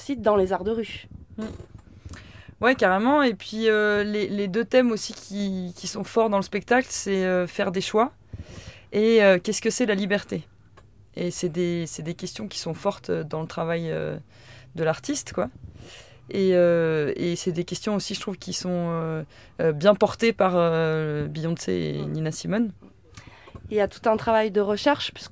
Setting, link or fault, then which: setting, outdoors